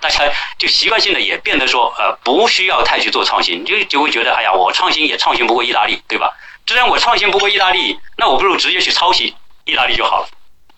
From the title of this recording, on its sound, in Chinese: 转录内容音质差